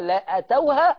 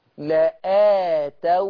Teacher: معناته ان انا هنطق الهمزة وبعدين الألف بعدها تمد · Shown in: second take · يعني انا هتلفظ بهمزة وبعدين الألف بعدها تمد، يعني كيف تقال؟ · Term: تمد الألف